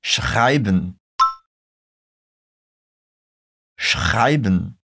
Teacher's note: Primeiro, temos um som bem forte de sh. Depois, aquele som de R lá da garganta. Uma dica para pronunciar esse R é você estar com a garganta bem hidratada, porque é como se fizéssemos um gargarejo, fazendo a garganta tremer bastante.